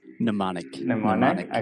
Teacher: you can kind of forget that first M in the word mnemonic. It starts with an N in pronunciation.